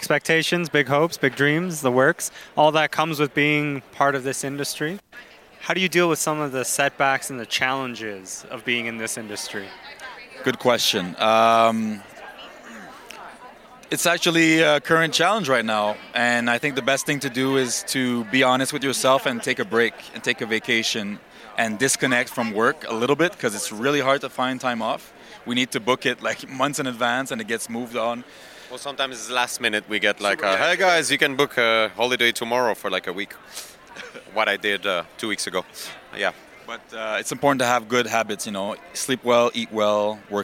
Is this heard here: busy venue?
yes